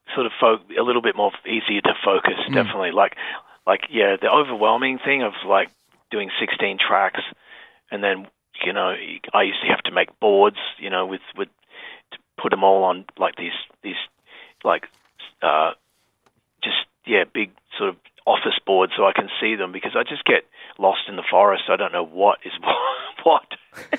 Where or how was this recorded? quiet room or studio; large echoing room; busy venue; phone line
phone line